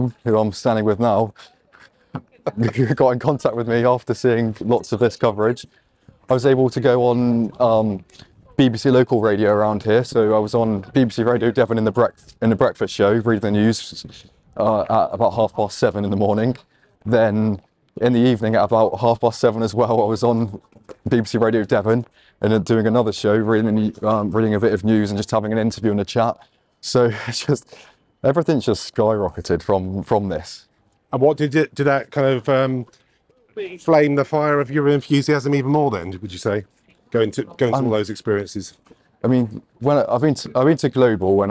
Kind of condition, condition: setting, outdoors